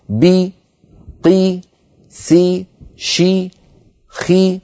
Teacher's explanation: كذلك الأمر عندما ننطق حرفا مكسورا: بي قي سي شي خي، كل هذه الحروف لما نطقتها ارتفع وسط اللسان وانخفض فك السفلي قليلا